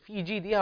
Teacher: في جيدها هنا يكسر الجيم جيدا، وكذلك الدال، والمد الطبيعي بمقدار حركتين